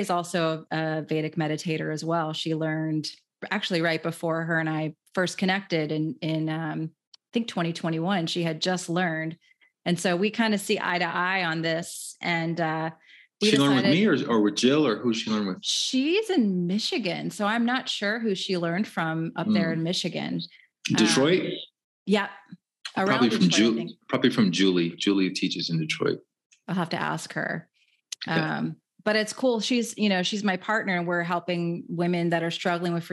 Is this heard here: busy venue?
no